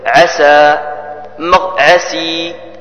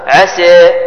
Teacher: تقليل يعني الميل من الفتحة نحو الكسرة، ونقر عسى، عسي، الفتحة عسى أما الكسرة عسي، بينهما عسى، هكذا نقلل هذا المد، نقلل حرف السين.